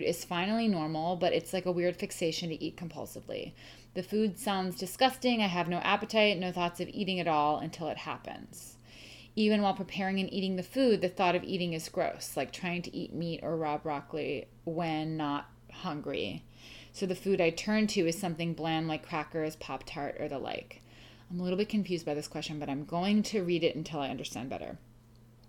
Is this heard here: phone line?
no